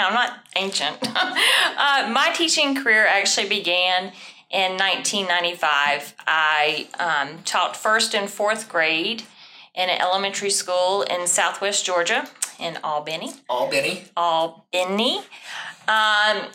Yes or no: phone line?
no